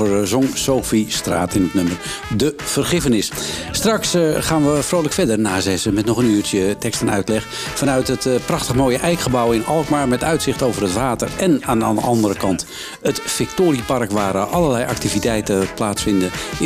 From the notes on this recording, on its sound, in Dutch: Tekst & Uitleg komt deze week vanuit het festivalhart van De Karavaan in Alkmaar. NH Radio.